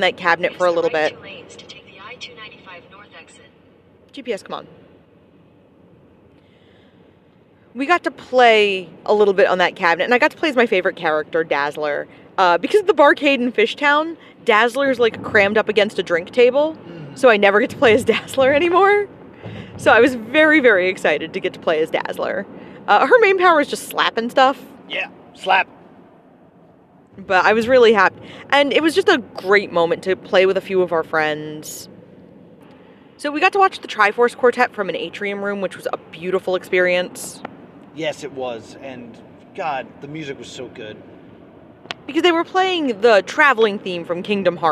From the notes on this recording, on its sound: On the Road with +2 Comedy - MAGFest. This is a podcast recorded on the drive.